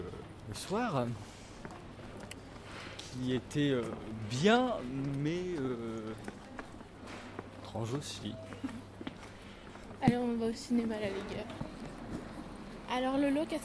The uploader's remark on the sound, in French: Radio2B s'est déplacée au 28ème festival des premiers films d'Angers. Notre équipe de reporters sur place pour la deuxième journée.